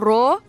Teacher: را متحركة بالفتح مفخمة